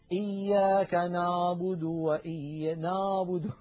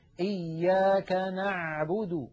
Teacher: نعبد أريد أن أنبهكم على شيء، العين التي اعتدنا في أكثر العاميات المعاصرة أن ننطقها هي أعلى من العين الفصيحة · Shown in: second take · العين الفصيحة أعمق بقليل من العين التي اعتدنا أن ننطقها بالعاميات